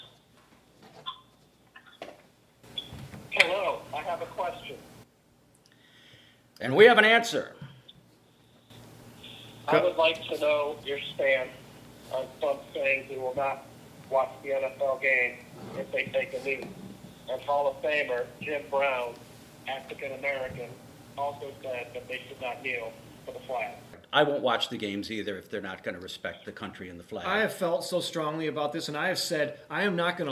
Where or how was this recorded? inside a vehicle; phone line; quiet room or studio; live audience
phone line